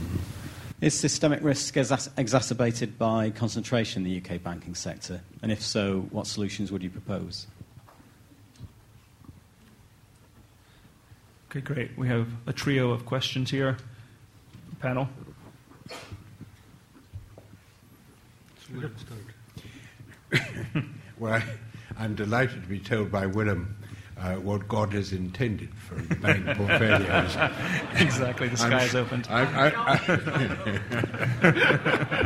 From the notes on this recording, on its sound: The first public event of the ESRC Systemic Risk Centre at LSE. Take questions from the audience.